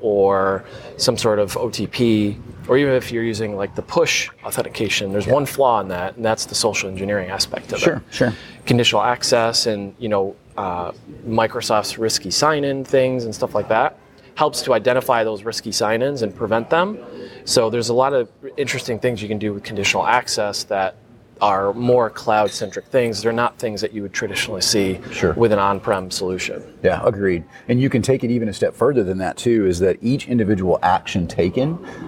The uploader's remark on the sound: Live at LegalSec22. Coming at you LIVE from LegalSec22 in San Antonio Texas.